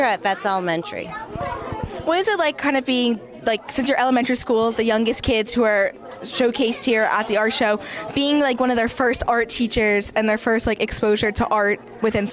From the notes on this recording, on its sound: Inside Look at the Brick District Arts Fesitval. Take a walk through the District Arts Festival.